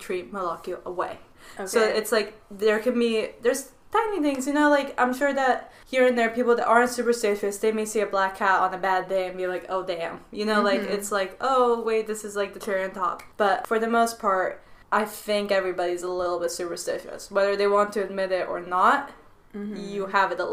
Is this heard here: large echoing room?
no